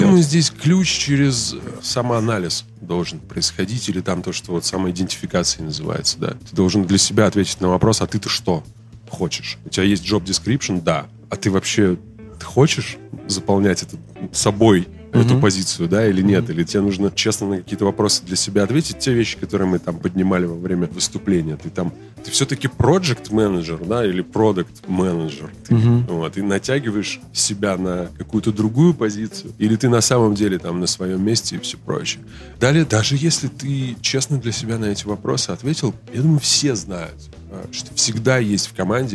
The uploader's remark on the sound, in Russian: Подкаст записан на конференции ProductSense Minsk'19.